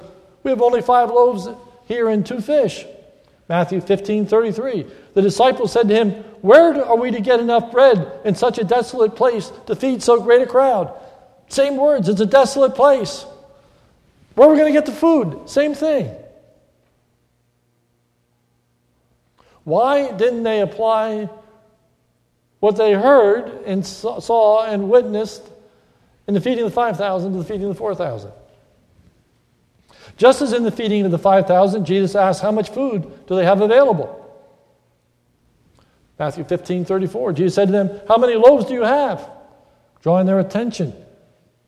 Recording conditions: large echoing room